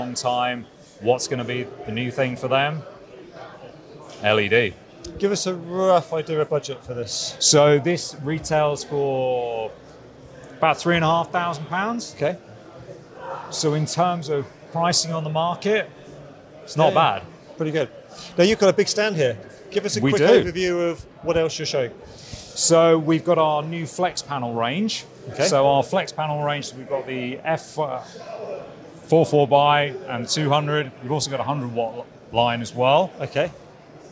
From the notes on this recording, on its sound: At KitPlus Show 2023. KitPlus Show is a regional one day show with exhibitors, workshops, training and seminar sessions.